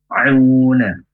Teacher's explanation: Ma'una itu panjang, dua harokat.